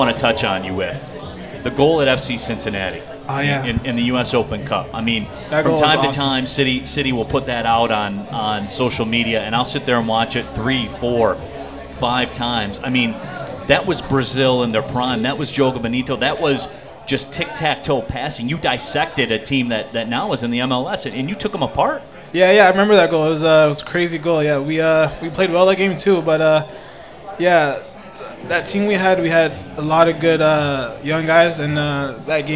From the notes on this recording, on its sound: live from the City Clubhouse!